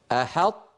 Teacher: هذا الأمر نستطيع أن نراه الآن على اللوحة، وأيضا في الصور التي ستأتي هناك صورة متحركة لحقيقة ما يجري في الفم وكيف ينتقل المتكلم من طاء ساكنة إلى تاء متحركة، أرجو أن تنتبهوا لها، لأن شكل اللسان من الخلف سيتغير بينما جزءه الأمامي لن يفارق مخرج الطاء ومخرج التاء